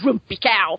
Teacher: you can really tell she's from Lancashire the moment she hits a flat vowel. So she's doing this lovely received pronunciation, and then you go, grumpy cow.